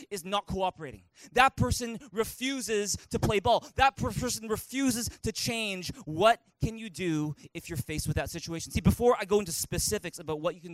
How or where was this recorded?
large echoing room